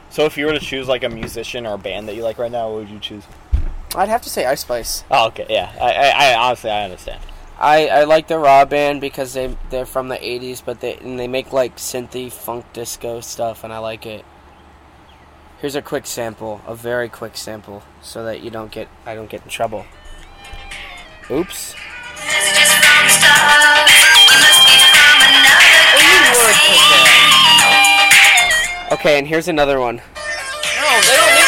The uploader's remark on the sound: Hi technical difficulties!! We are outside though!